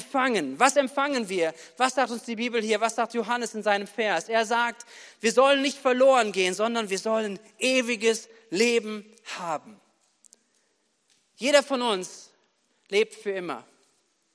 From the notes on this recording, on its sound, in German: Predigten am Heilig Abend aus der Missio Kirche. Gemeinde für Bad Kreuznach und Region.